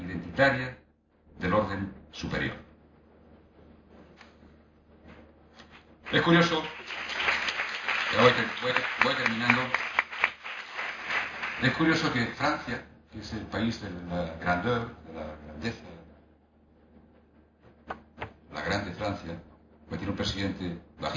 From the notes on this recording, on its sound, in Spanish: En la carpa que la organización del Festival, ha instalado en la Alameda para el desarrollo de todos los actos